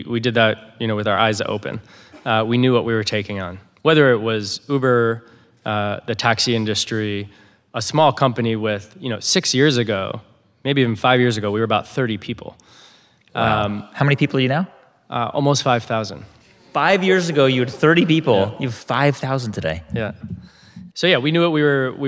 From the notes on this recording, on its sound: At The HIBT Summit. In front of a live audience in San Francisco.